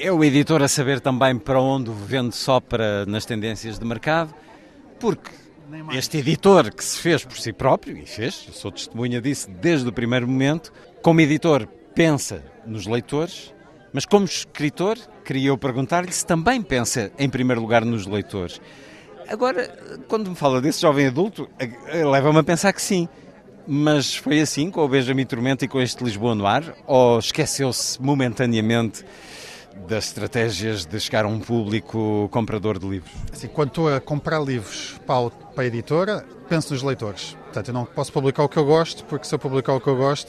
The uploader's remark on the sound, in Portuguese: Hoje na Festa do Livro em Belém